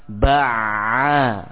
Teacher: ketika disukun ain ini suaranya akan berhenti secara berangsur, ya, sedikit demi sedikit · Term: huruf ain